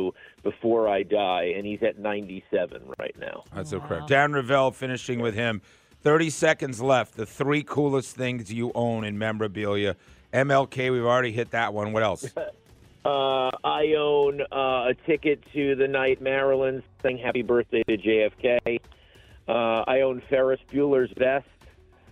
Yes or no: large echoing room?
no